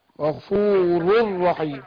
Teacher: نون التنوين بتاعت الراء الأولانية هتدغم في الراء الثانية ادغام بغير غنه